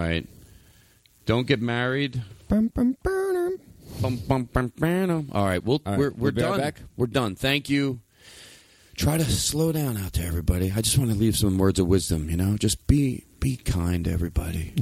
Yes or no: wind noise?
no